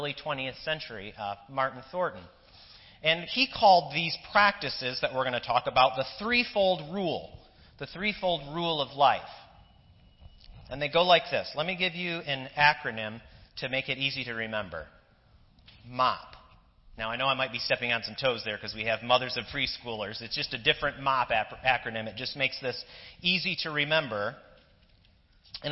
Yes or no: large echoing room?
yes